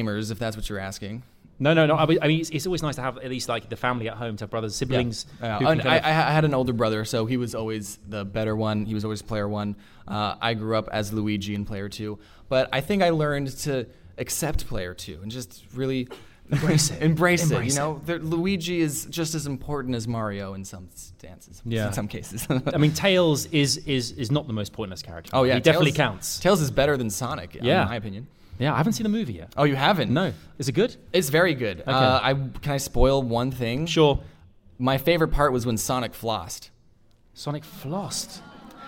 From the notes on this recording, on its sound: Live at VidCon London 2020. Captured live on stage at VidCon London 2020.